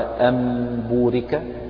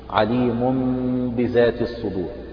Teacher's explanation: تقلب النون الساكنة والتنوين ميما بغنة مع الإخفاء عند حرف واحد وهو الباء، فنون الساكنة تقلب ميما مخفاة عند حرف واحد وهو الباء نحو قوله تعالى أم بورك، أم بورك هي أصلها أم ولكن النون قلبت ميما فأصبحت أم بورك، وأنبئهم عليم بذات الصدور، عليم بذات الصدور. · Term: الإقلاب